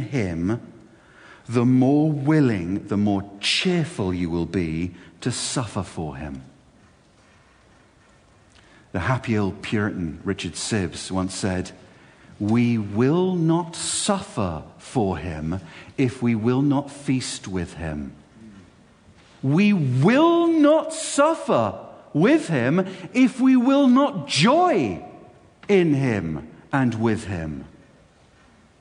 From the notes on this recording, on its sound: This talk was delivered at Sovereign Grace Ministries‘ Worship God UK 2014 Conference and appears by kind permission.